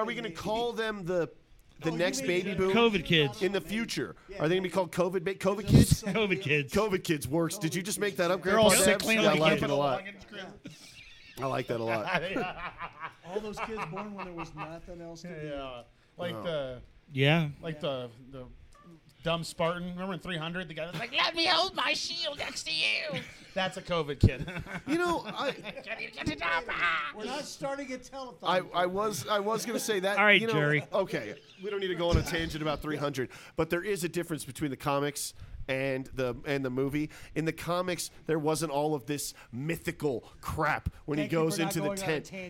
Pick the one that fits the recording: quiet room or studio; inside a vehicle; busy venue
busy venue